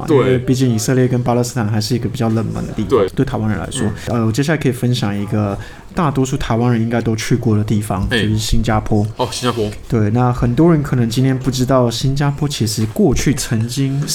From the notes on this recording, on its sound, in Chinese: 本集白噪音指數：蚊風級 1/5。錄音地點：515 Cafe & Books。